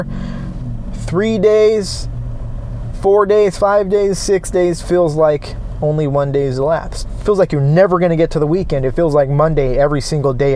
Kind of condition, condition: setting, inside a vehicle